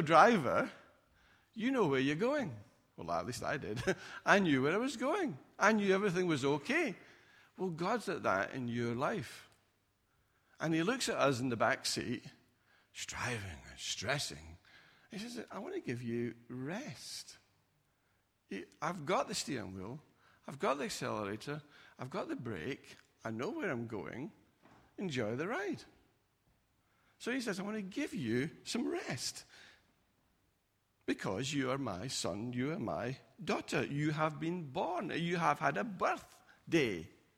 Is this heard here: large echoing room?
yes